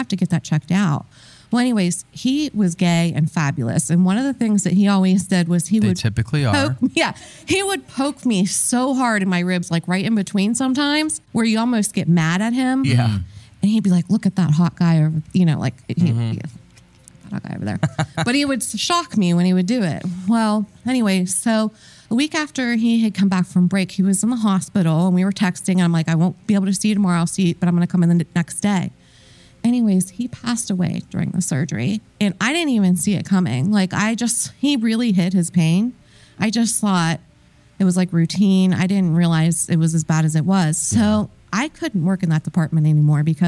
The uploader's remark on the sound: Live Show Start: our tour trailer is falling apart. This episode was filmed in front of a live audience at the haunted Hillview Manor in New Castle, PA.